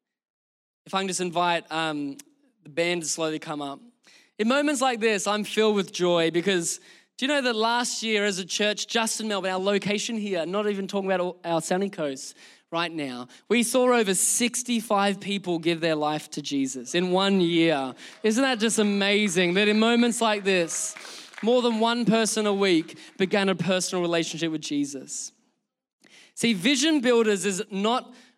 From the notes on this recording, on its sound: Recorded during our Melbourne service on Sunday, the 11th of June 2023